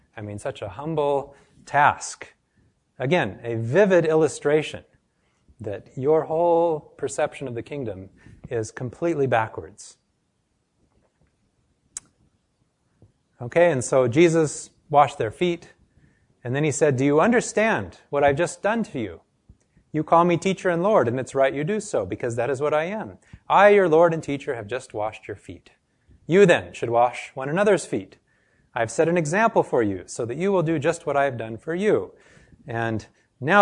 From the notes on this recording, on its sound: This lecture was given to a group of medical students and health professionals